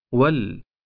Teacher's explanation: إذا كانت همزة الوصل قبل اللام القمرية مسبوقة بحرف قبلها، فلا تقرأ همزة الوصل، ويوصل ما قبلها باللام الساكنة مباشرة